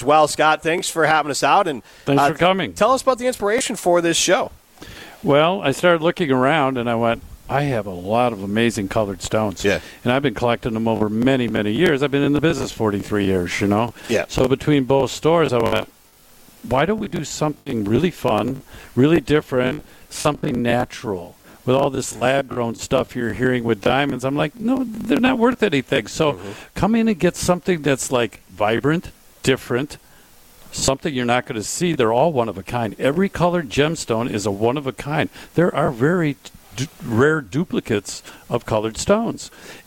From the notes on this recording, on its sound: broadcast live from Chalmers Jewelers in Middleton